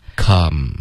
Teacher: come 这个 a 的音要注意，别发成 can。OK，嘴巴要张开大一点